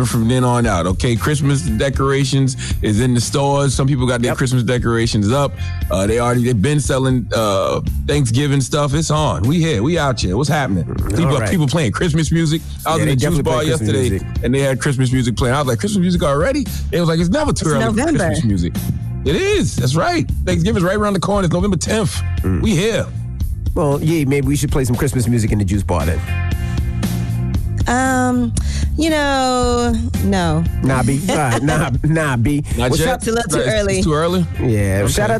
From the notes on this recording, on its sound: We opened up the phone lines to hear what our listeners thought about the election.